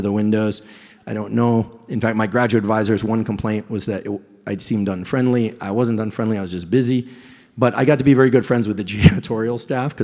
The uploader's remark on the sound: LIVE EVENT Q&A. Recently I had the pleasure of hosting a live event in New York, NY.